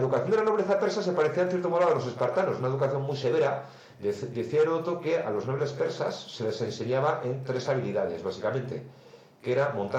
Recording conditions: poor sound quality